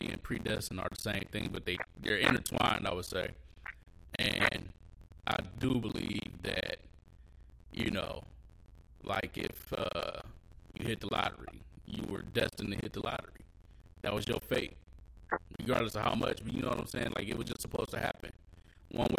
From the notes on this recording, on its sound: The Terrible Bad Horrible Quality of The Sike Ward. Once again we experienced technical difficulties.